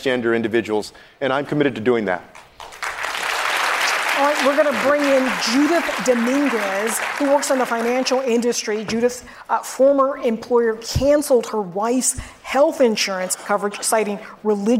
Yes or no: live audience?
yes